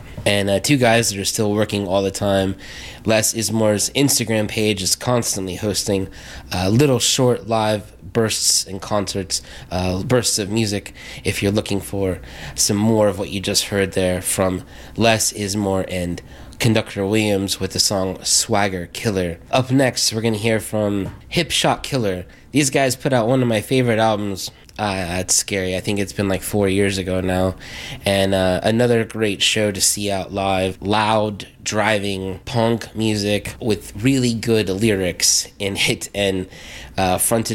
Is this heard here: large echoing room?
no